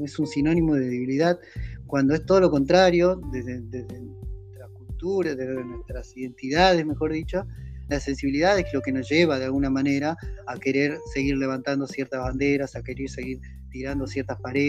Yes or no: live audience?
no